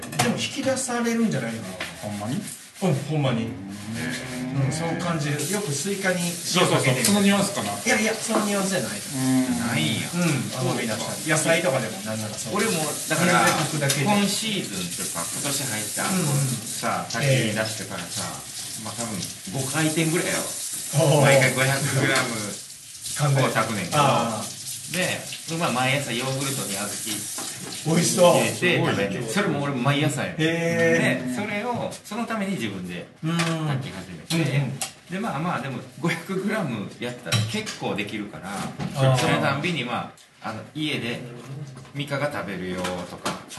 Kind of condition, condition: setting, busy venue